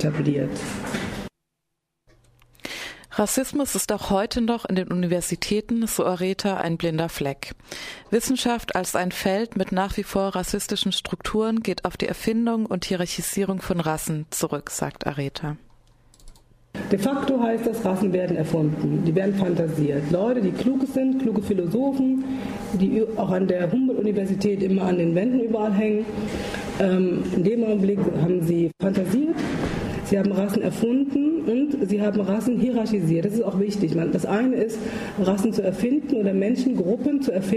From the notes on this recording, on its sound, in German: Fand im KGI der Universität Freiburg ein Vortrag. Im Rahmen der Vortragsreihe Bildung wird geMacht vom Verein Weitblick Freiburg organisiert.